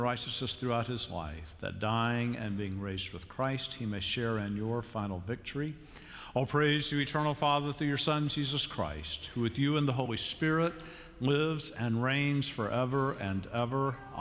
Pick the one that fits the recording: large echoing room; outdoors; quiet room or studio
large echoing room